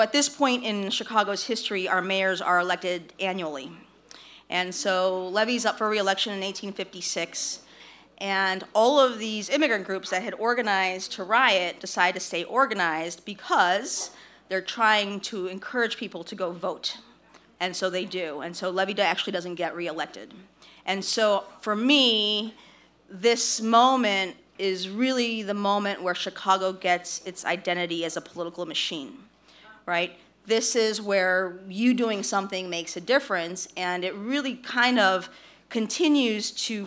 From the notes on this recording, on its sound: Curious City Live from Carol’s Pub.